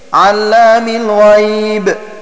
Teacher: بلام مشددة مفتوحة ممدودة بعد العين